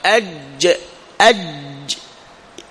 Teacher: أج أج أج، يلمس وسط اللسان، يلمس وسط الحنك، أج أج، ملامسة مغلقة، ينغلق المخرج، ينقفل المخرج انقفالا تاما · Term: مخرج الجيم